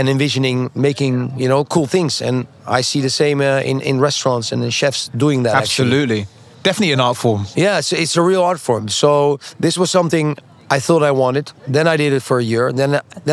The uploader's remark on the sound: on location at this year's Art Miami